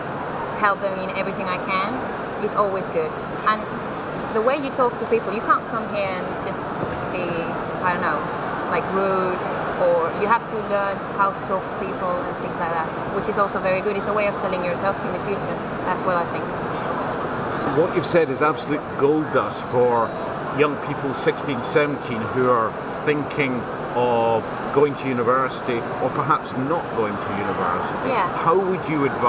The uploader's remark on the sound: We caught up with her at the technology trade show in Spain, where she was working as a hostess and brand representative on the show floor.